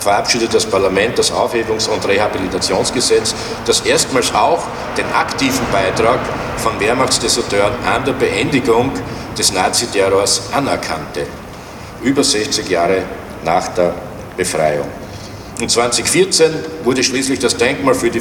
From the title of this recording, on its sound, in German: O-Ton] Enthüllung einer Gedenktafel für Opfer der NS-Militärjustiz am 12. 1. 2024 in der Hohenstaufengasse